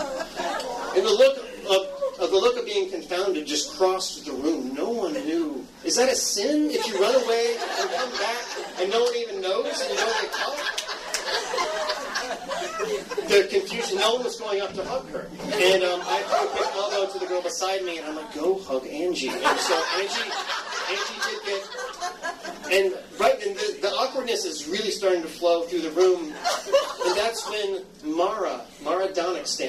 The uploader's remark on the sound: LIVE Storytelling. Tell this story live a few years back at Cafe Coco.